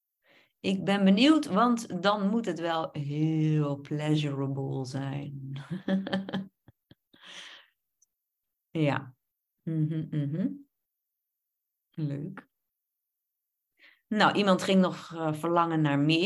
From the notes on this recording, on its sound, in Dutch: Opname van een webinar. Deze aflevering is een opname van het webinar. Je hoort enkele ervaringen van deelnemers.